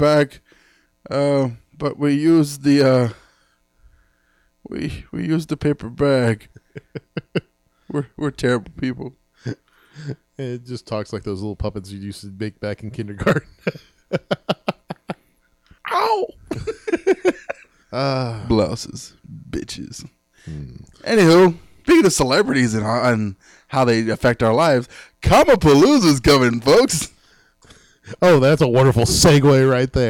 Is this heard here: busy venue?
no